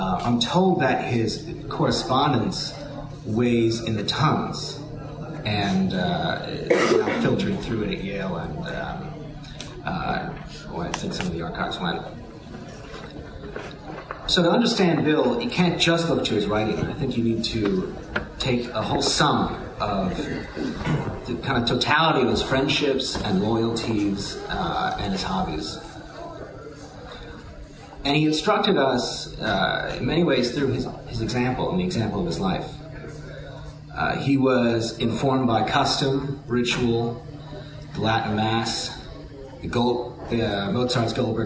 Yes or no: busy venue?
yes